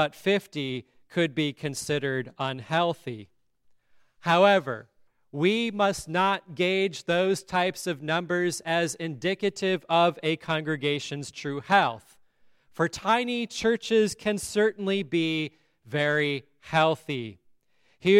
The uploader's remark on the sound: at Grace Lutheran Church in Lexington